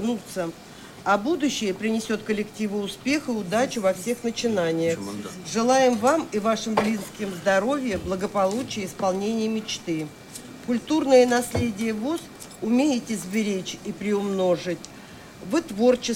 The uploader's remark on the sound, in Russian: Трансляция торжественной части итогового заседания Центрального правления ВОС 2015 года. Запись прямого эфира.